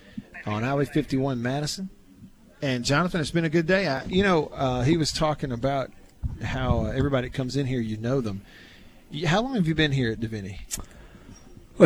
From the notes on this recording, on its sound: LIVE from DeViney Equipment in Madison